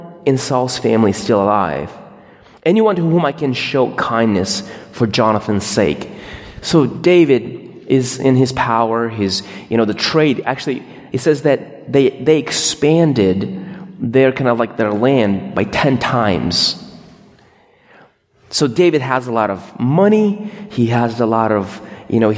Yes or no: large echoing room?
yes